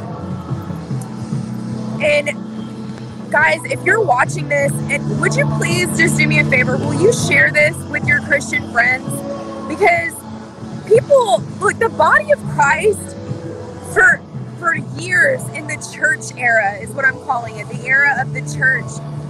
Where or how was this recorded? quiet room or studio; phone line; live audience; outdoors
outdoors